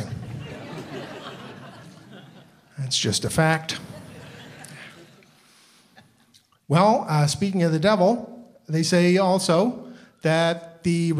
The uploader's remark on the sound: From the Big Sound Comedy Festival in Parry Sound